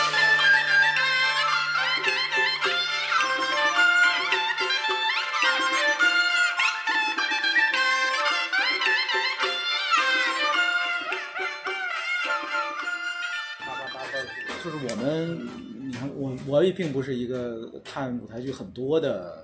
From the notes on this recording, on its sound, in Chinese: 先是在饭桌上聊起我这个想法来，继而就忽然觉得“不如就现在试试吧！”。多年来一直随身携带录音设备的我偏偏那天忘带了录音机，于是就把一部手机摆在了饭桌上，后来发现竟然也还能听清。那天我们一直吃到饭馆关门，大家在音频里还能听到店伙计催促我们离开的声音。与棚内录制的谈话节目相比，确实有点不一样的现场感。